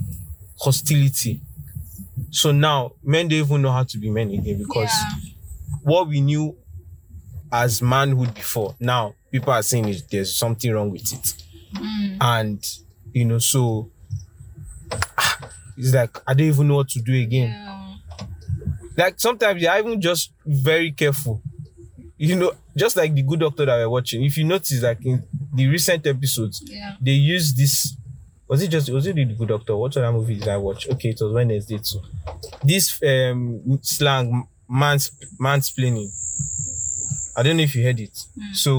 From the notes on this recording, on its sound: A Conversation in the Car.